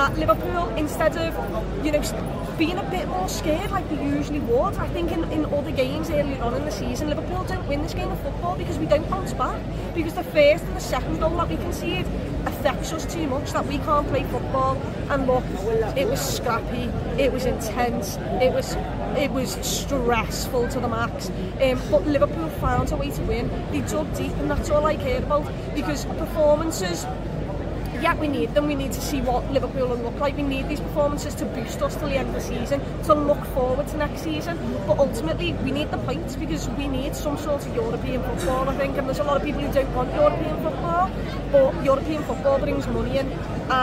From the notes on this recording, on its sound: Anfield Stadium Reaction. Live from Anfield.